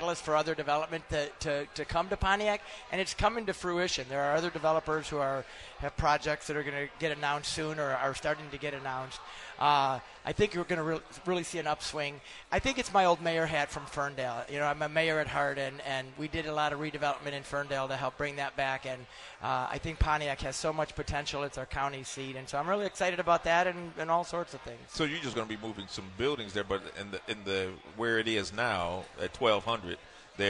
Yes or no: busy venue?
yes